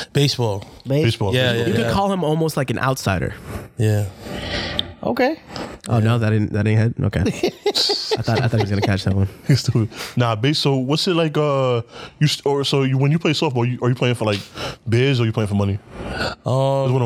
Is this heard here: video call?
no